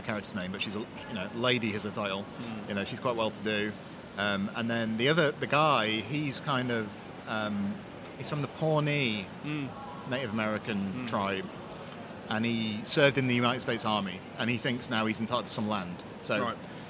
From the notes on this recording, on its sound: still broadcasting live from London (in this case Paddington station)